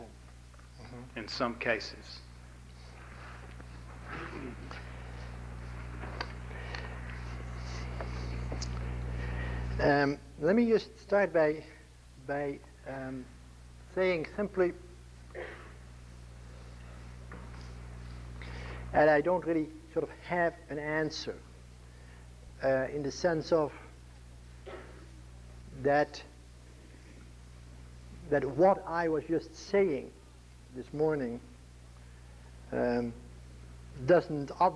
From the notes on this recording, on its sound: an audience of Christian leaders first recorded in 1983